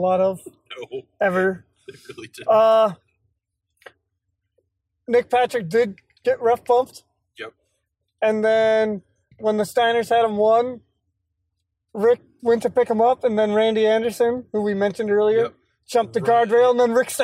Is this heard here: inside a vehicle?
yes